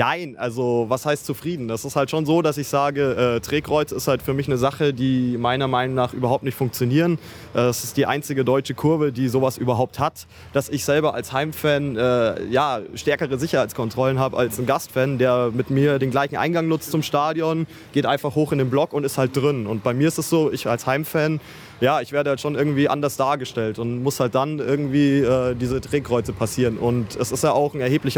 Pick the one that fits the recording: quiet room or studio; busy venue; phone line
busy venue